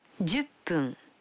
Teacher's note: когда фун добавляется к 10, дю, то произносится пун